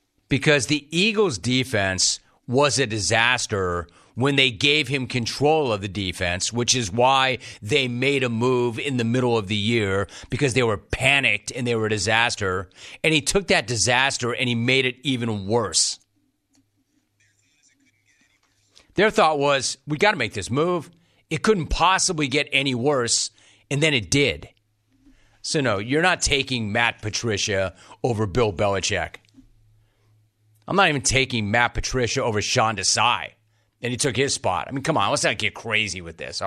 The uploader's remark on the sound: Phone Calls